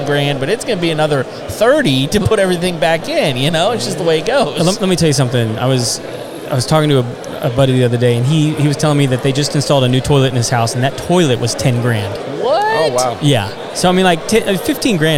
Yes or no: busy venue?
yes